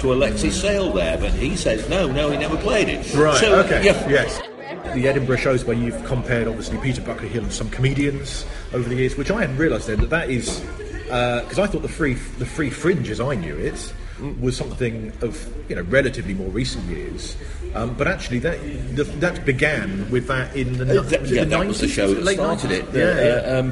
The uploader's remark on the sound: Recorded (alright, edited) live in Edinburgh.